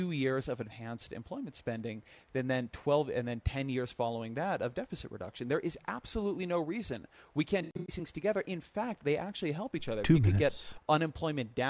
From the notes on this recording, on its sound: On location at the 2013 Aspen Ideas Festival